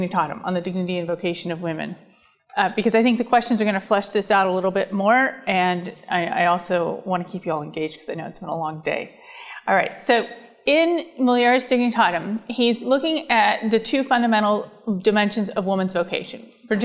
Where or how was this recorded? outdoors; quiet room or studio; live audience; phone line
live audience